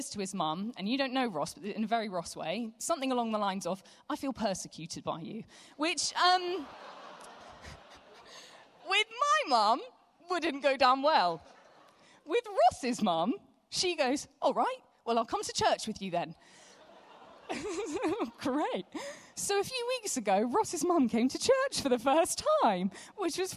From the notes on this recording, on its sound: Live from Project 23. We're continuing to bring you live sessions from the most recent Project 23 conference.